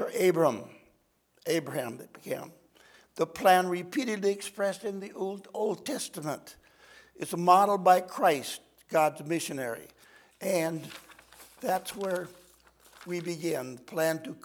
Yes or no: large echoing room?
yes